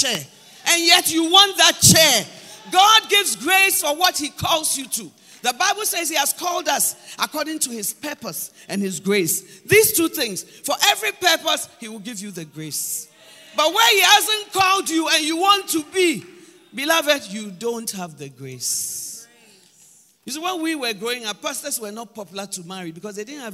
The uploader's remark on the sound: Preached at Palace Breakfast and Summit, April 2023.